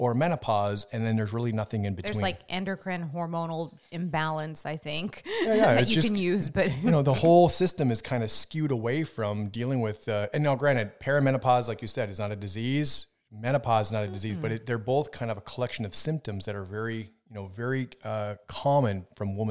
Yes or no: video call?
no